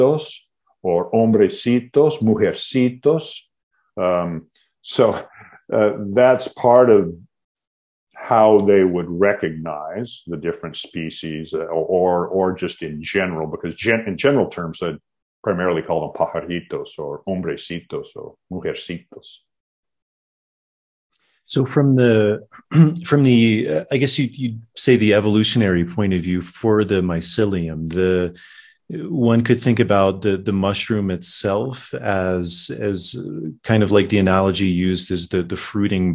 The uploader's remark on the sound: the Zoom meeting for some reason only recorded